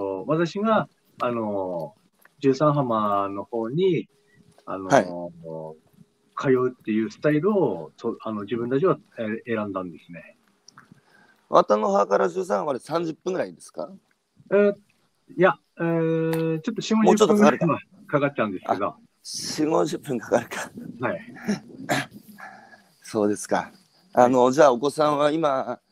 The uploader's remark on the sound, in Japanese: 宮城県石巻市十三浜で漁業を営む。歩きながら1時間、対談する。